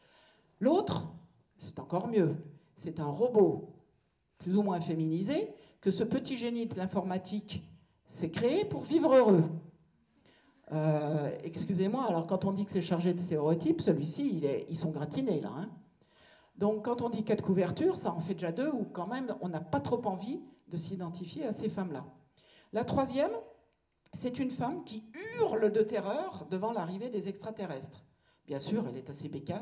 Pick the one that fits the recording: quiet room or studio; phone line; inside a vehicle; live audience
live audience